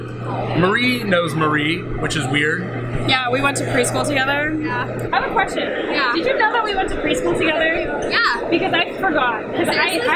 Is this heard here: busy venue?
yes